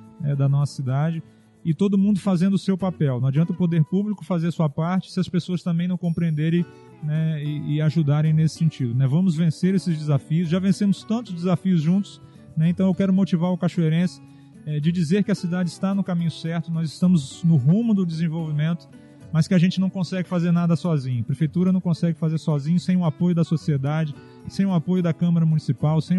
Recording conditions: busy venue